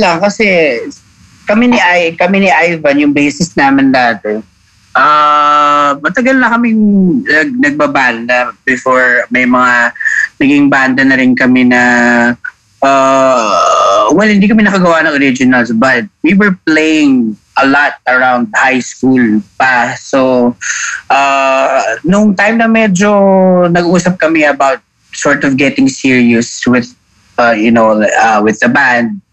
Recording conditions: video call